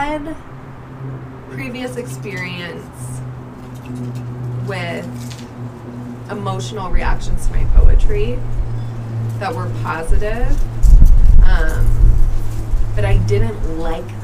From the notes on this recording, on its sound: it's a bit windy & we're occasionally sniffling & cars & planes & horns make appearances—sorry for the annoying noises